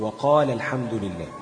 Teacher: يبقى لما توصل هتسقط الألف · Term: المدود التي تحذف